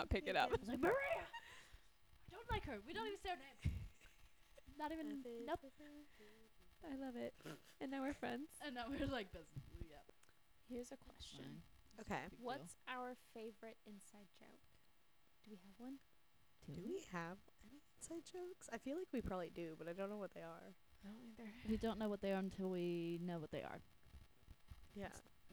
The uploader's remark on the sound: We're still in the process of figuring out our audio